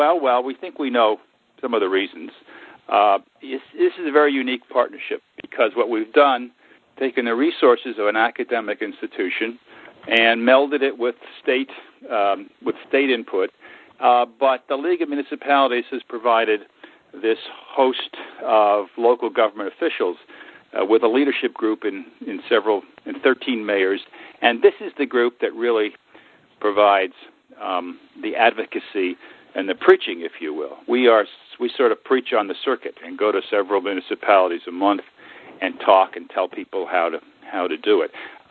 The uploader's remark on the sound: Call recorded on January 13, 2011.